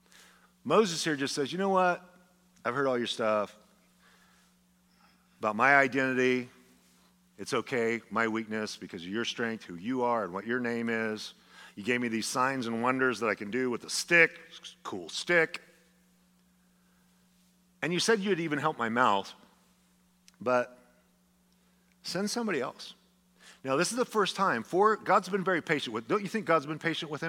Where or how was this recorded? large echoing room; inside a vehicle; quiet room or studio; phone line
large echoing room